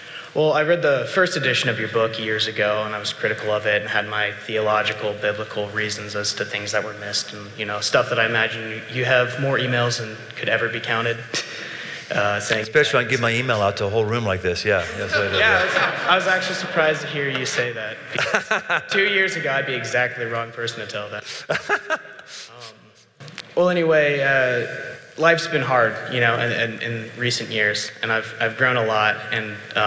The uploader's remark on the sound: Crowd Q&A — Live in Cincinnati. Recorded in 2019, near the campus of the University of Cincinnati.